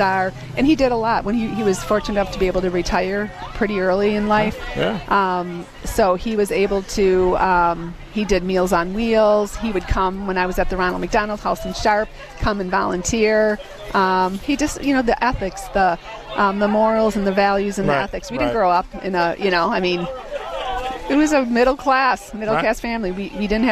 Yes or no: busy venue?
yes